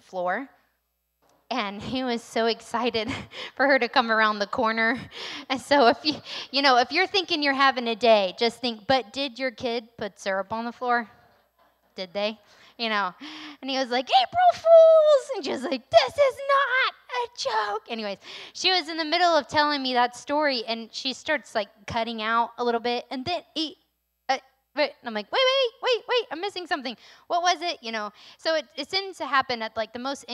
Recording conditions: large echoing room